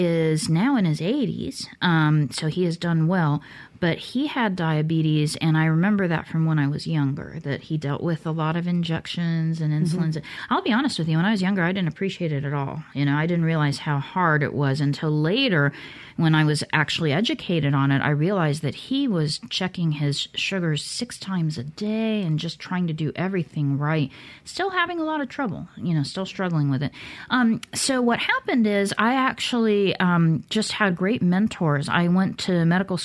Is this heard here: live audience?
no